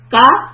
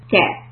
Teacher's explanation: So for ka, my back of tongue is high. Ke, I have to lower.